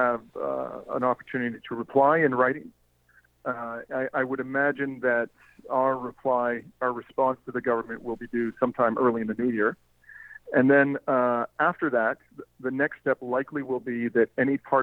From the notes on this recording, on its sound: joined me on the phone to explain more